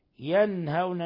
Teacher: نون ساكنة جاء بعدها الهاء إظهار حلقي